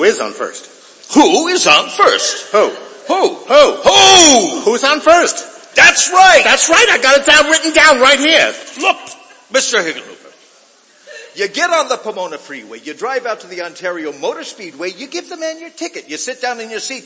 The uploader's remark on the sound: Re-Imagined Radio presented a live performance by Willamette Radio Workshop actors and other community volunteers at Kiggins Theatre in downtown Vancouver, Washington. Audience count: 133. Streamed live on American Senior Radio Network.